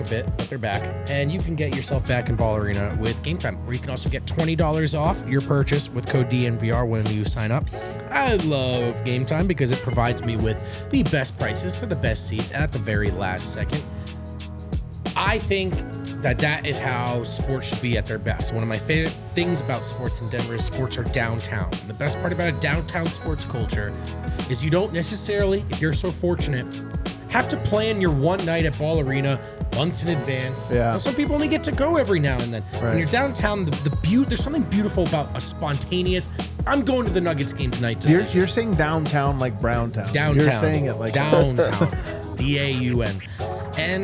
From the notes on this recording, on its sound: LIVE from the DNVR bar